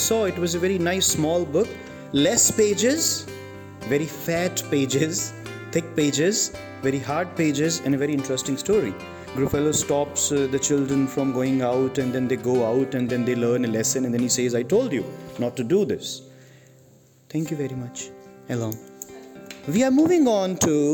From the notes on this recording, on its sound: This episode has narrations by students of IFS Section 4. The recording was done in class.